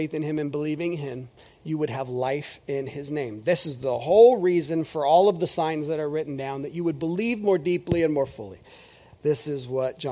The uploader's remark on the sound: This is audio ripped from the Live Service video.